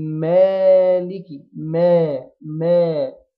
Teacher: نرقق الميم نفتح الشفتين على هيئة المبتسم وندي الألف اللي بعدها حركتين